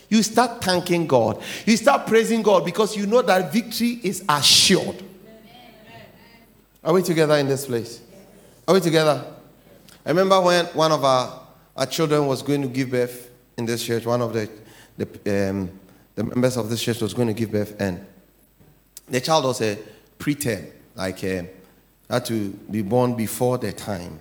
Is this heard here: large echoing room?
yes